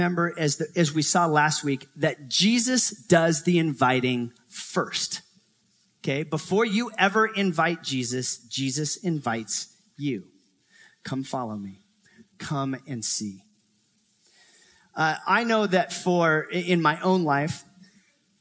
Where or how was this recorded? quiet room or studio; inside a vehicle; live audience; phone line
live audience